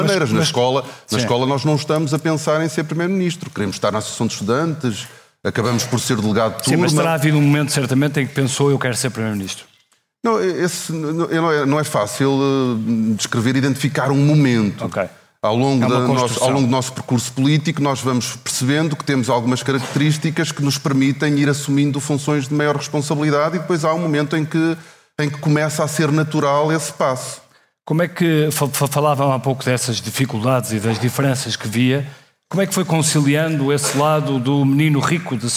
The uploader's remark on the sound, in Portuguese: episódio especial ao vivo no Festival de Podcasts do Expresso